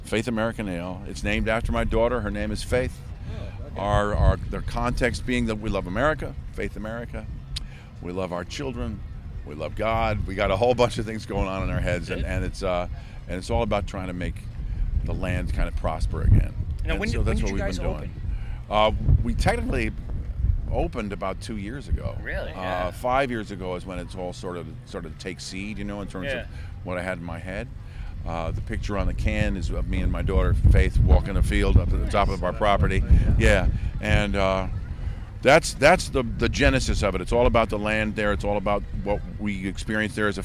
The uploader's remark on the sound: Live at AC Beerfest. AC Beerfest LIVE at Bader Field in Atlantic City NJ.